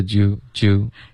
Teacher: 特别弱的一个 do 弱到什么程度啊就有一点就听不到这个 do 了也可以被理解成 you